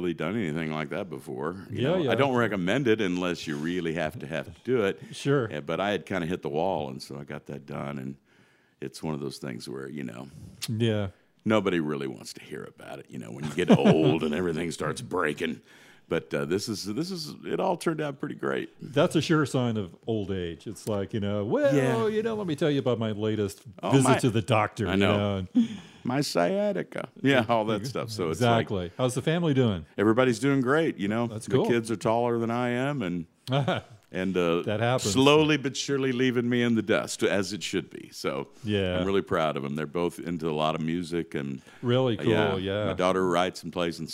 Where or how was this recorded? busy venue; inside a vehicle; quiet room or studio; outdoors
busy venue